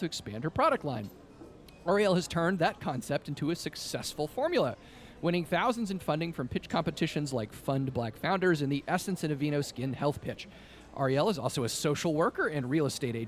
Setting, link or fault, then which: setting, busy venue